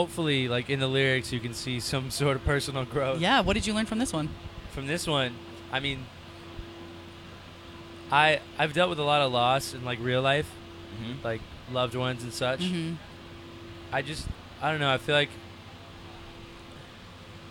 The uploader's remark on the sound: The Mix is live backstage at Lollapalooza 2023!